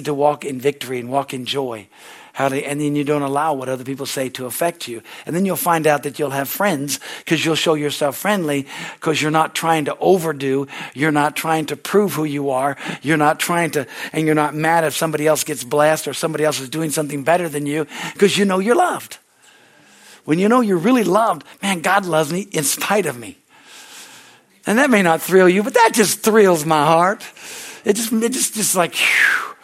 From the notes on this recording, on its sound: from the Wednesday service on May 3, 2023 at Harvest Bible Church in Stockton, CA.